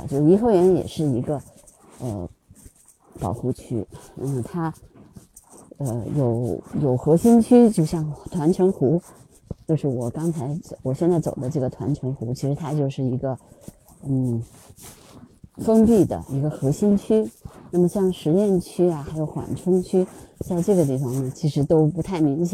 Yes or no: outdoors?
yes